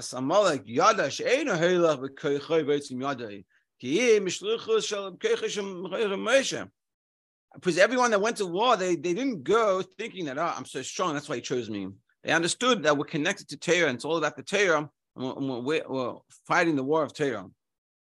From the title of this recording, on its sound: Daily Zoom Shiur